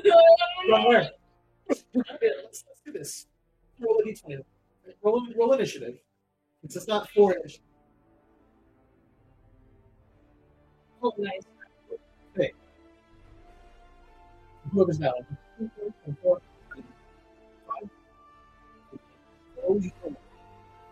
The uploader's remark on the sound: Sorry for the spotty audio in this episode. Curious what our audio missed?